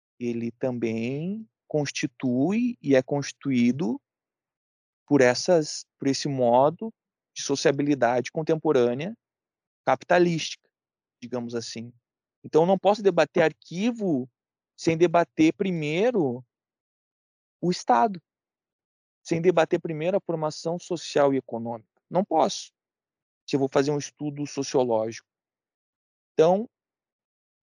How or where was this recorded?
video call